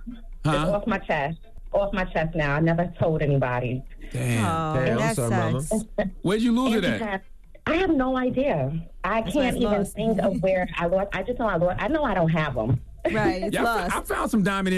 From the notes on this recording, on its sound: we opened up the phone lines